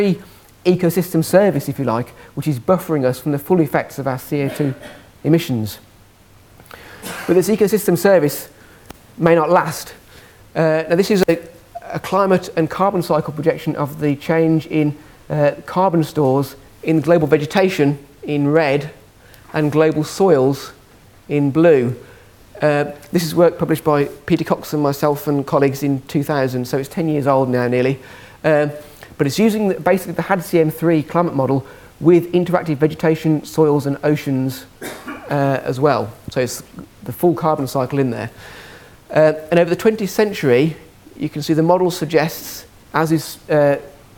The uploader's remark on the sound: Second presentation from session 1 of the 4degrees International Climate Conference